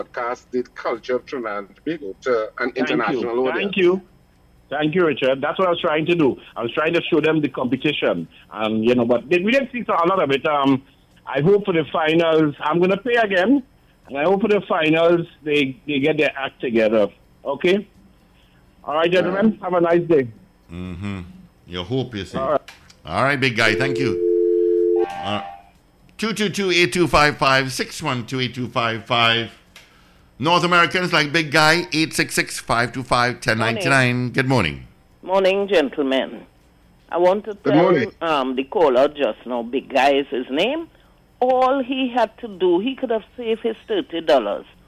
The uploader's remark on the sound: we take more calls from the audience